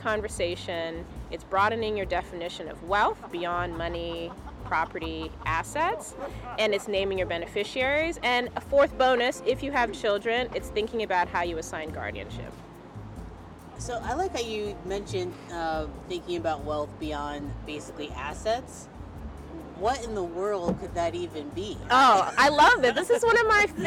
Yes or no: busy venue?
yes